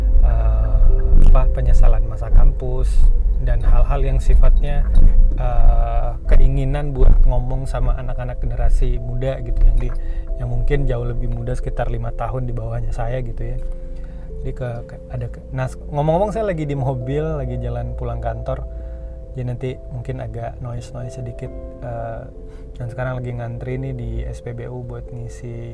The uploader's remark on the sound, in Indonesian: Lagi berkendara, maklumin yaa kalo rada noise.